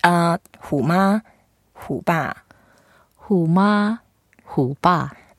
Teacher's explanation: Hu is the third tone. Ma is the first tone.